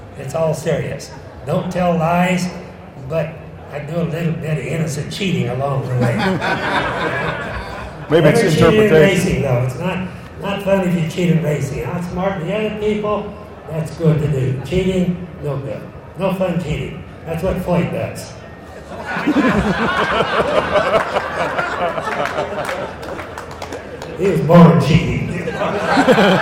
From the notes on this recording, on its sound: Recorded at the 2016 Muscle Car and Corvette Nationals in Chicago. This interview was a special stage presentation.